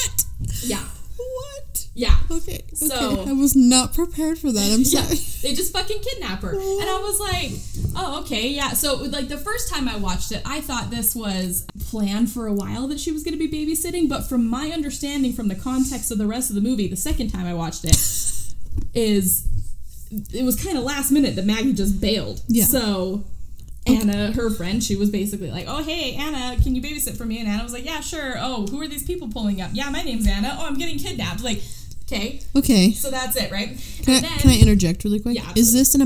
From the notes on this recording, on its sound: This was our first recording and we didn't have everything figured out, so we apologize for the breathing and weird volumes...